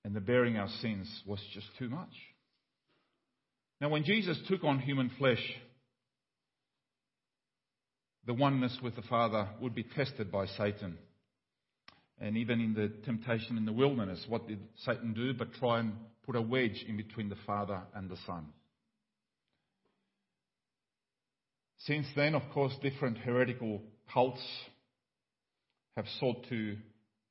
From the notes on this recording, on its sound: Sermon audio from Liverpool Baptist Church's morning services.